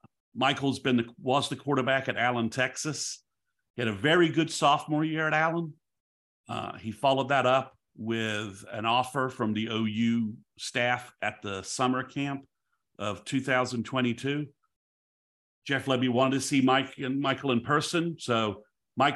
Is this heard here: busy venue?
no